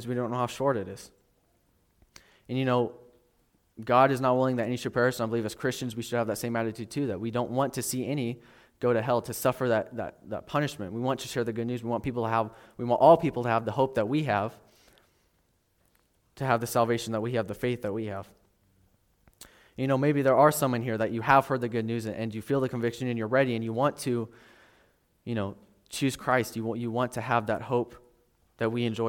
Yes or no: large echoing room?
yes